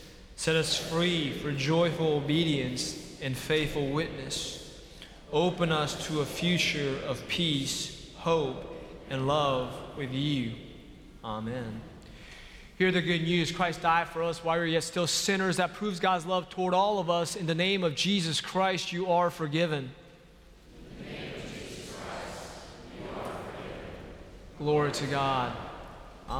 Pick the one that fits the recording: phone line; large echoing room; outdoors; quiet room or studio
large echoing room